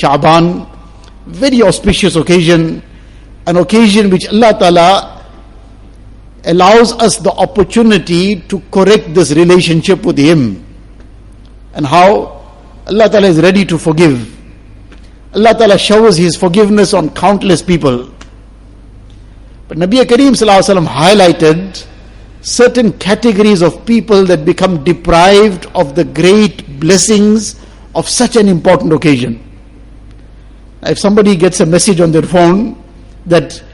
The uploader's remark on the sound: Jumua lecture